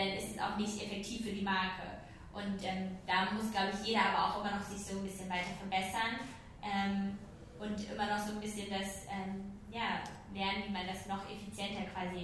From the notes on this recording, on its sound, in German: Live Podcast. Zusammen mit den Google Pixel Studios* hatte ich nämlich die Möglichkeit, vor Publikum meine Ansichten bezüglich des Themas "den eigenen Stil finden" zu teilen.